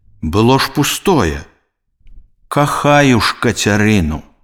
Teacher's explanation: Пасля слова на галосны часціца ж аглушаецца і вымаўляецца як ш, толькі ў тым выпадку, калі яна стаіць перад глухім зычным.